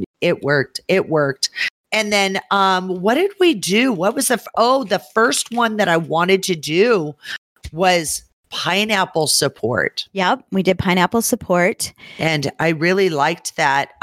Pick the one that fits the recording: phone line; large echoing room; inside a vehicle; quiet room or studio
quiet room or studio